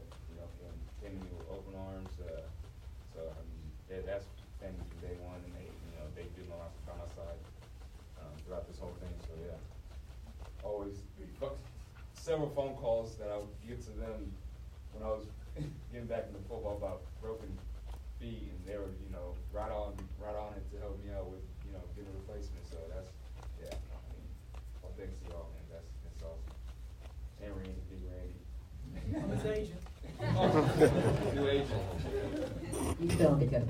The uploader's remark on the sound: Live Q&A for the media screening